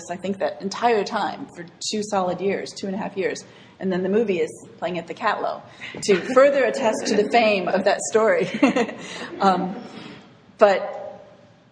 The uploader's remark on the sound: This segment was recorded with an audience at Barrington Area Library